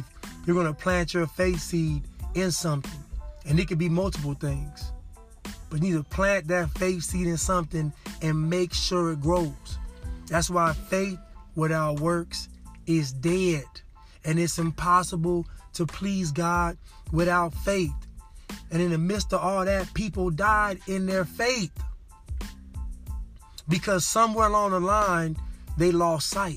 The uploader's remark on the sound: Casting from the car...again.